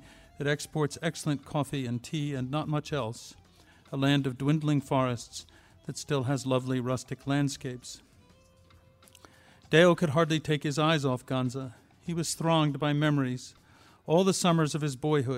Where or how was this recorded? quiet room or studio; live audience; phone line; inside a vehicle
live audience